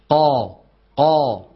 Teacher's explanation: القاف الفصيحة مجهورة، شو يعني مجهورة؟ ما في معها هواء متدفق